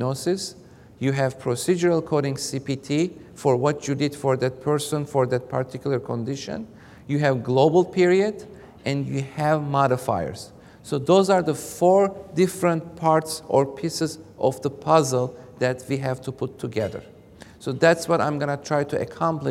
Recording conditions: large echoing room